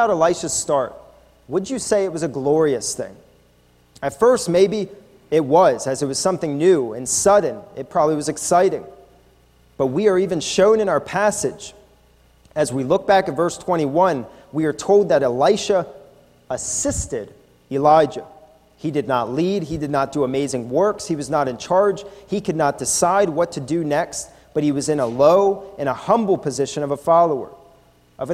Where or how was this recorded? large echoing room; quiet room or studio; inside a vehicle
large echoing room